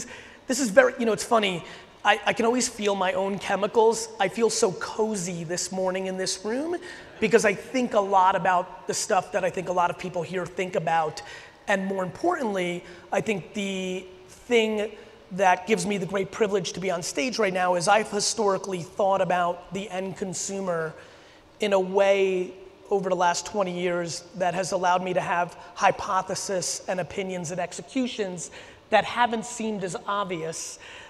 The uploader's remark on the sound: A huge keynote and Q&A I did in Denver on October 15. A ton of very specific Q&A from the audience where I got real tactical.